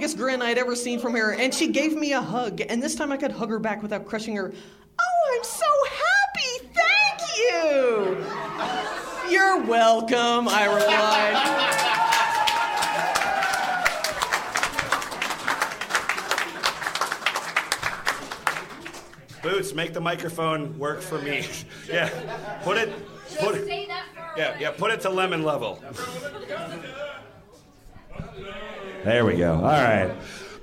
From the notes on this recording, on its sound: From the raucous Grumpy's Bar in Downtown Minneapolis, The F Plus Live is back!